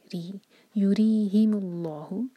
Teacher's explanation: جب بھی را پر کسرہ ہو انشاءاللہ صرف زبان کی ٹپ یوز کریں گے، باریک کریں گے